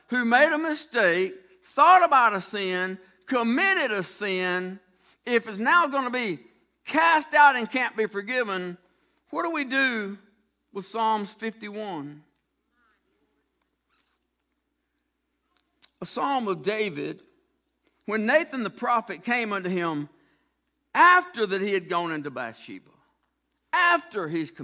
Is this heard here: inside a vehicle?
no